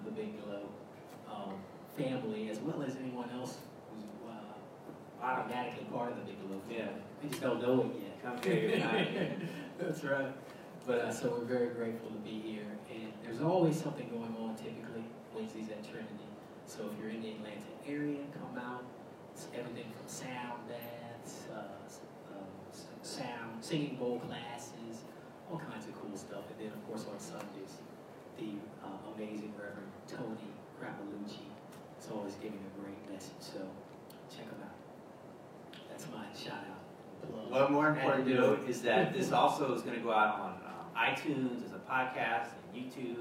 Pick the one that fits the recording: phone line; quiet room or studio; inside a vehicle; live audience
live audience